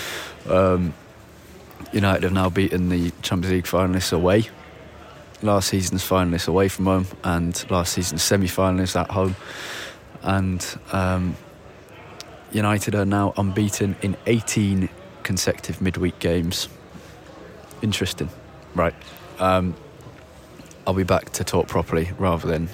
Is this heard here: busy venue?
yes